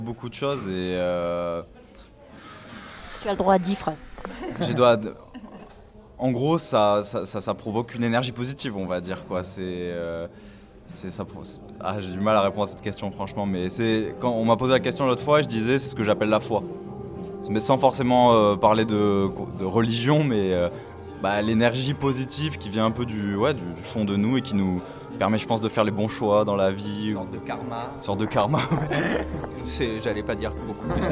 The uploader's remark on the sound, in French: Pour la première fois sur la scène du week-end des Curiosités, c'est dans les loges du Bikini que nous avons rencontré ces joyeux garçons et surtout profité avec le public d'un concert enflammé !